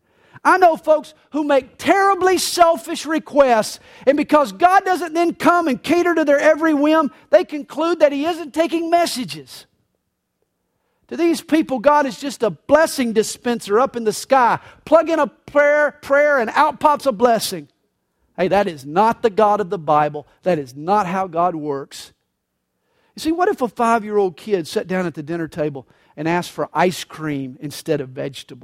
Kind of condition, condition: setting, large echoing room